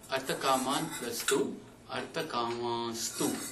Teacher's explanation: नकारस्य स्थाने सकारः आदेशः भवति, अपि च अनुनासिक अनुनासिकस्वर अनुनासिकवर्णः नाम चन्द्रबिन्दु अनुनासिकवर्णः अथवा अनुस्वारः भवति. अतः किं भवति, अर्थकमास्तु इति भवति.